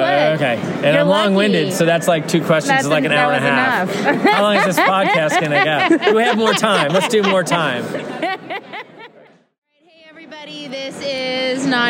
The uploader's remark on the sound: 2021 Cannabis Conference Expo Interviews. On the expo floor to hear the answers of consultants, equipment manufacturers, and event organizers.